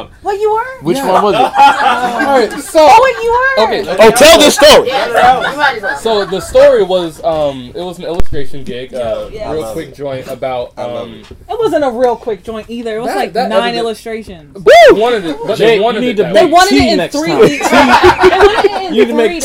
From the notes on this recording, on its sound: At Fantom Comics in Washington DC. Much thanks to Fantom Comics for hosting this panel.